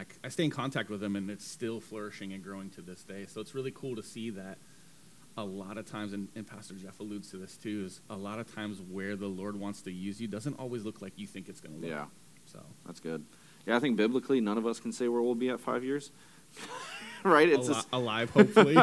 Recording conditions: uneven or low level